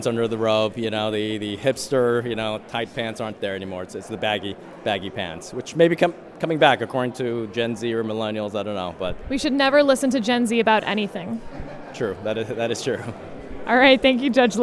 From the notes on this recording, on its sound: Live from the Mayflower Hotel.